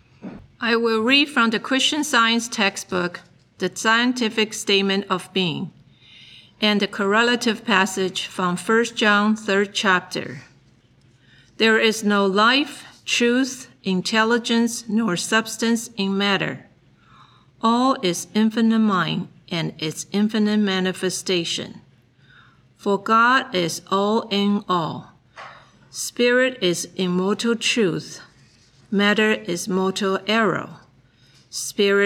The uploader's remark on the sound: The Sunday service audio